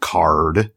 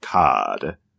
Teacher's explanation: either you say an R at the end of a syllable, like card, or you don't, like cod. · Term: post-vocalic R sound